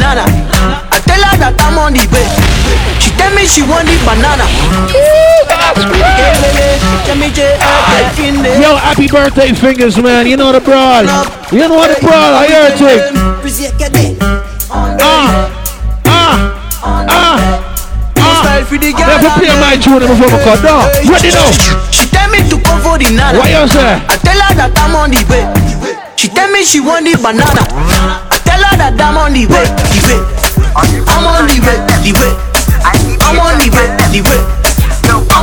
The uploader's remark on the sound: Birthday Bash Live Audio (… Shellings).